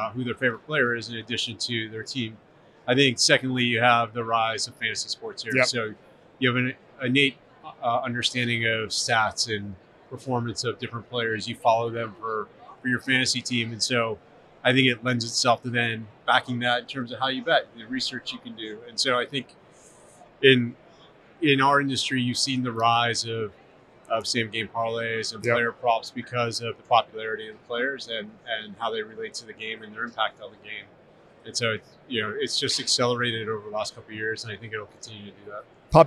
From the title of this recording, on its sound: from Radio Row